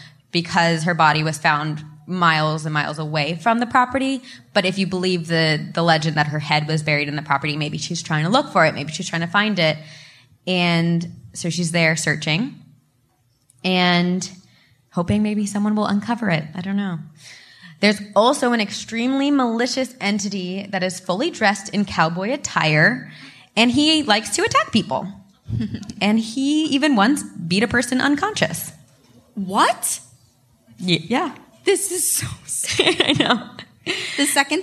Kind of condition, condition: setting, live audience